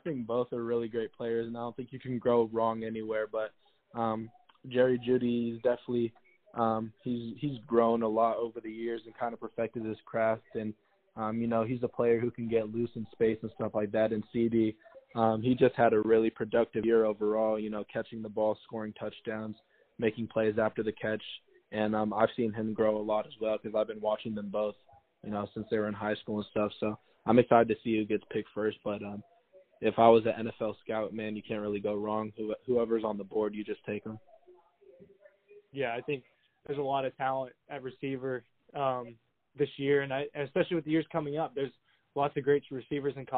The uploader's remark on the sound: over the phone